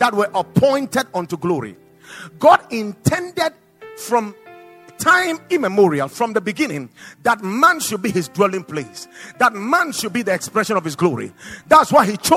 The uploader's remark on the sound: Preached at the Watered Garden Church